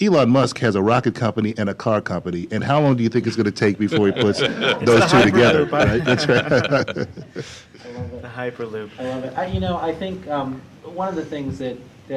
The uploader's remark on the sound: recorded live at the Department of Transportation